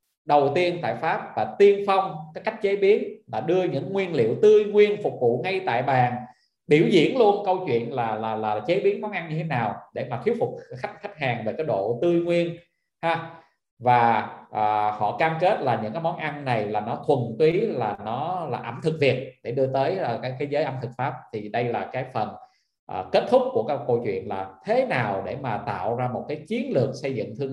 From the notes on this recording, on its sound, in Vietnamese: Nội dung âm thanh này đã được Arena Multimedia ghi âm lại từ nền tảng ứng dụng Zoom trong sự kiện Online Talkshow: DESIGN TO GROW - THIẾT KẾ ĐỂ TĂNG TRƯỞNG.